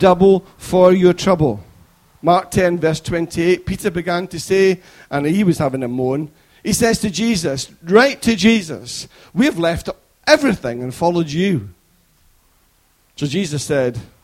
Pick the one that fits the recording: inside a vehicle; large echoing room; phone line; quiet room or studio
large echoing room